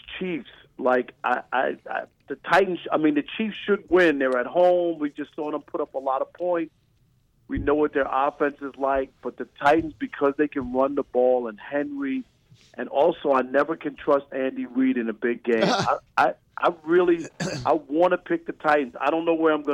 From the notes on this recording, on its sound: The guys are joined over the phone